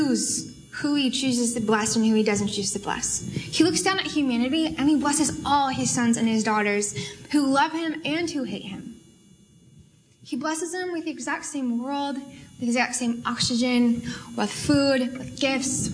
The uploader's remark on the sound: Audio from the Tuesday university student fellowship, the Inn.